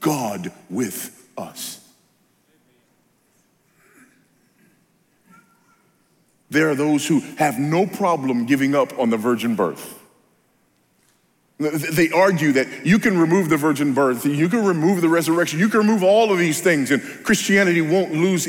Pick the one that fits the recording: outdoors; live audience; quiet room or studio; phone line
live audience